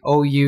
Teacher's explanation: in American English, you don't have like a pure O. Anytime you see an O, it's actually like a diphthong O-U sound.